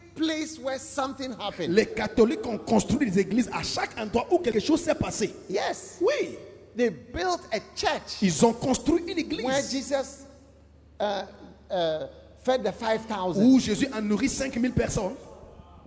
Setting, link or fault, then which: setting, large echoing room